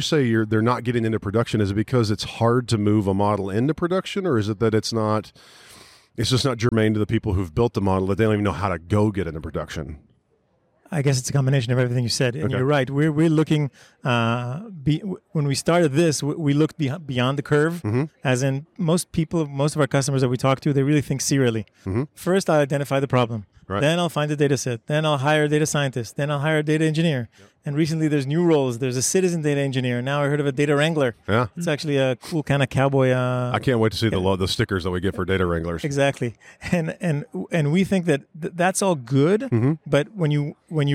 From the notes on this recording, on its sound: Sit down at the Spark+AI Summit in San Francisco, sponsored by DataBricks.